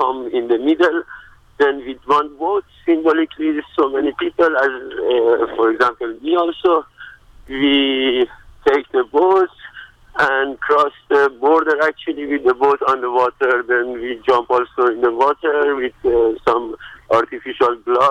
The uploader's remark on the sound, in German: Einer der AktivistInnen informiert im folgenden Beitrag per Telefon über den Aktionstag und die Stimmung auf dem Protestmarsch.